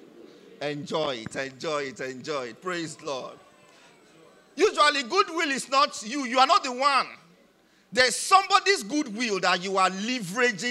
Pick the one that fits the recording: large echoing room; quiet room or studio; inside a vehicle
large echoing room